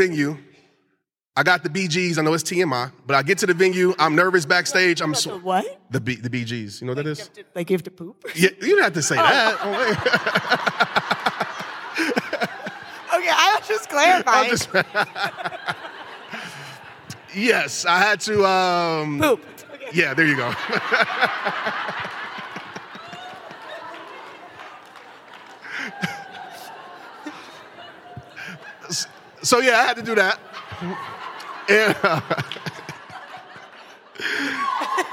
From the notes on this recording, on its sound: recorded at the empowerHER LIVE event